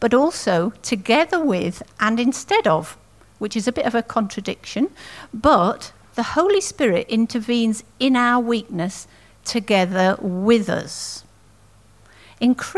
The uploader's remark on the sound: At King's Church, Cockermouth, as an audio file.